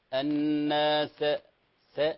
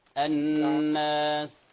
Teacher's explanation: السين كما تعلم همس، لا قلقلة · Shown in: second take · لا نقول الناس س، لا، هذا لا قلقلة.